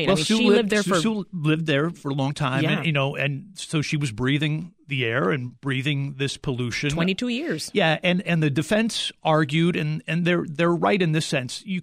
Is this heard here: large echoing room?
no